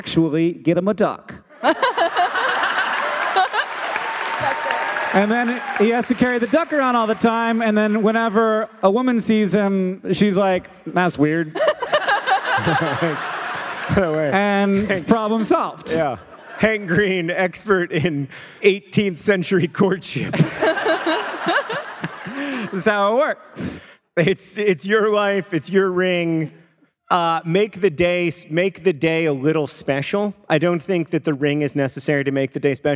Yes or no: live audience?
yes